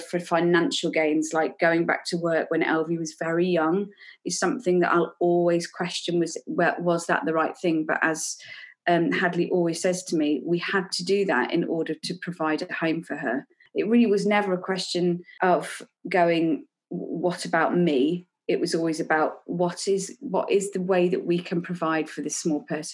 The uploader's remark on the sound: This episode was recorded over Zoom